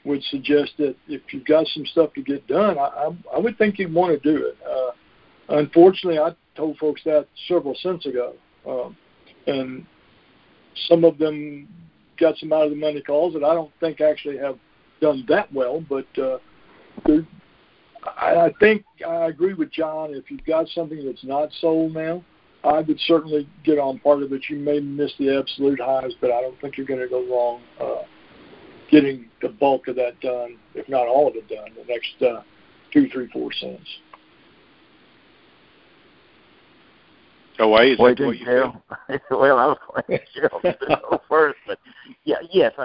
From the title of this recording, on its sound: Monthly Conference Call